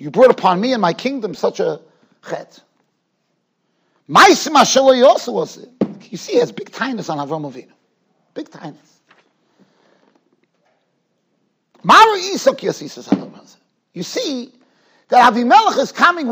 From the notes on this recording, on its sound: Shiur recorded in Yeshivas Ohr Reuven, Monsey, NY